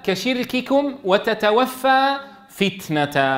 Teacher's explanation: لابد أن تهمس التاء والكاف المتحركتين، فلو لم تهمس التاء المتحركة لغدت دالا. · Term: الهمس